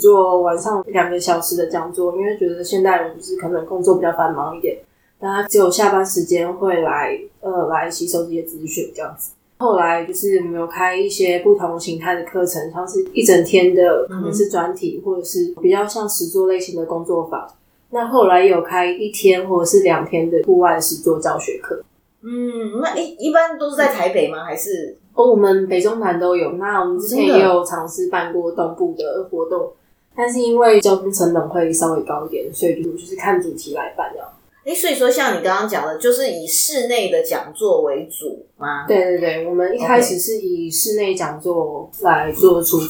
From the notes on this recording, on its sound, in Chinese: 這次換了新的錄音環境(終於可以跟垃圾車音樂 say 8181) 導致收音不清楚